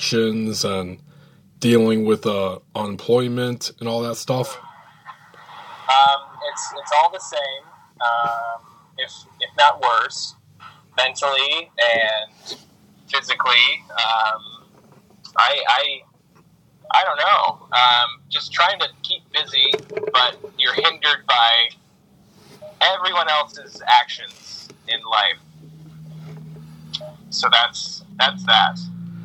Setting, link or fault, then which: link, phone line